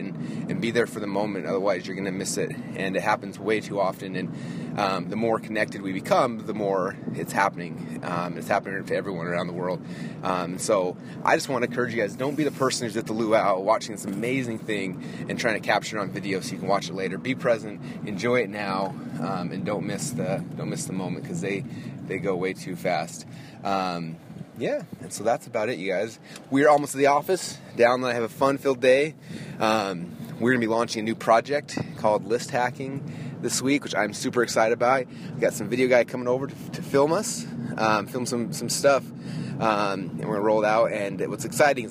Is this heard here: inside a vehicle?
yes